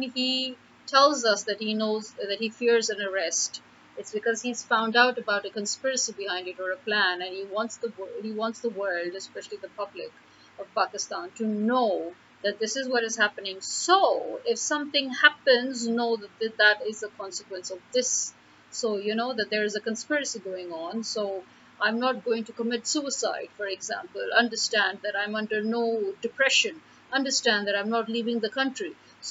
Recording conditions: distortion